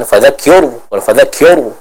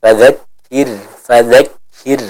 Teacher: Yang pertama pada kata fadzakir, maka huruf ra di sini dibaca dengan tipis. · Shown in: second take · Kenapa? Karena dia sukun dan didahului oleh huruf yang berharakat kasrah ya.